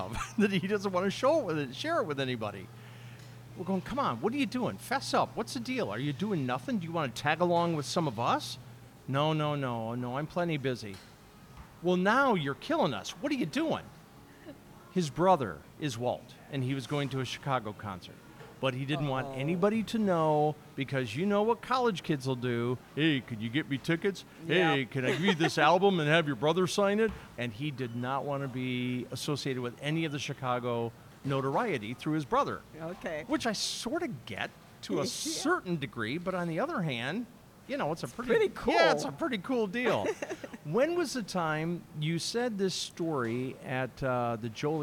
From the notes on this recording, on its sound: We recorded our conversation at Frankie's Deli in Oakbrook Terrace, Illinois on May 31, 2023.